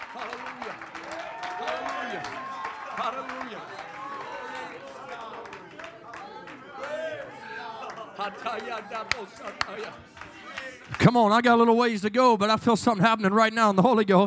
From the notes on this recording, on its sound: In Revival services at FPC of Jennings.